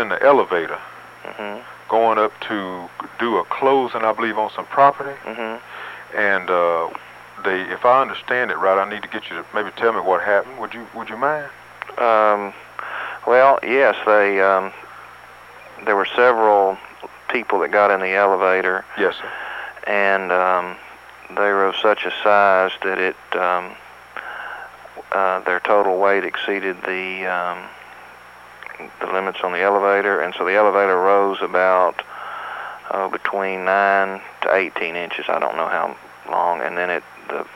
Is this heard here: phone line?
yes